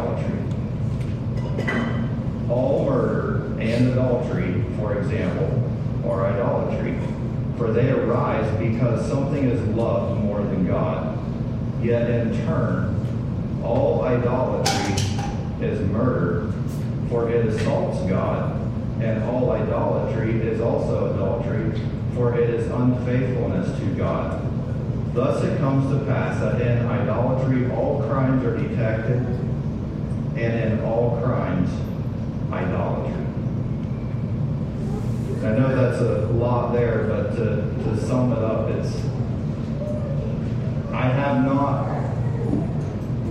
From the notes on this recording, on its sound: Sorry for the poor audio quality.